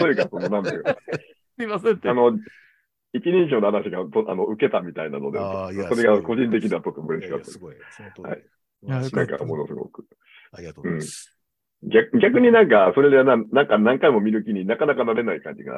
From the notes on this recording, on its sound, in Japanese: トークイベント「シン・仮面ライダーを語る会」をほぼ編集なしで収録しました。ZOOM収録なので、若干音声が聞き苦しいところがありますが、ご容赦ください。